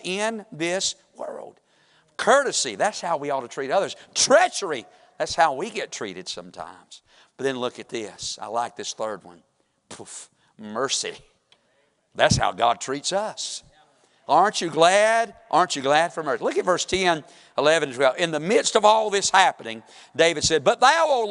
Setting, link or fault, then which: setting, large echoing room